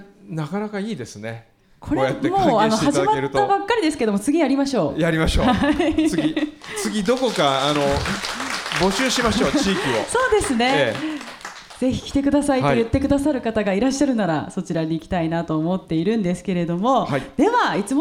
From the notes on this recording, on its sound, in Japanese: サンポス初の公開収録ディレクターズ・カット版！JR由布院駅にある「アートホール」で行った模様。